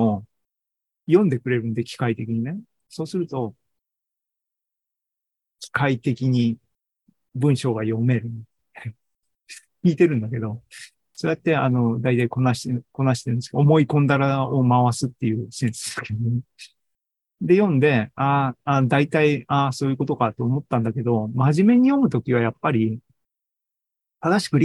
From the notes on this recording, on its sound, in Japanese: シーズン４４は２０２３年８月２６日に開催した ZOOMライブの模様です。